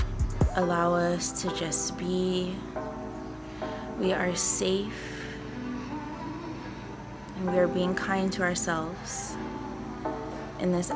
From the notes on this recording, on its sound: Also, I have to apologize for the farm-like background noise.